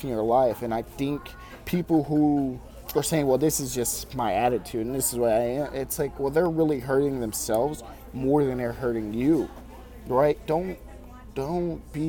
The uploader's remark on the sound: While I’m at Panera recorded this live!